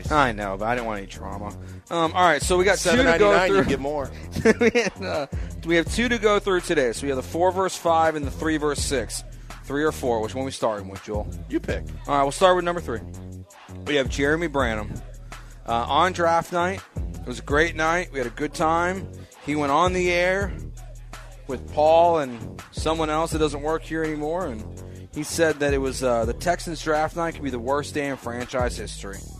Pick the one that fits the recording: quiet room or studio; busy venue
busy venue